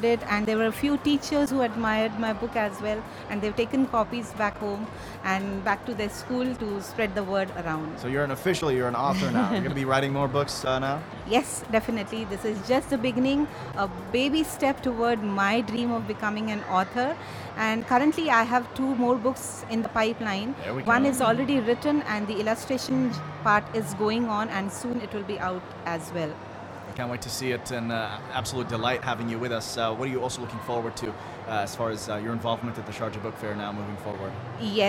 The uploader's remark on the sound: Live interview from SIBF 2022